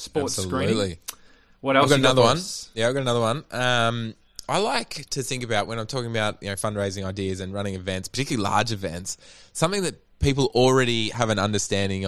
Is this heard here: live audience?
no